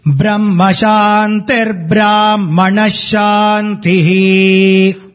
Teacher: there is no Visargam after Brahma, so it is Brahma Shantir Brahmana Shanti Brahma Shantir Brahmana